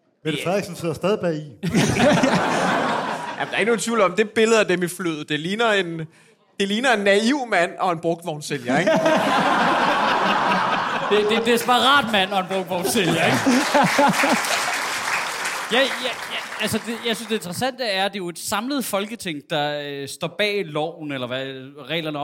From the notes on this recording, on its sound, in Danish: Afsnittet er optaget live på Comedy Zoo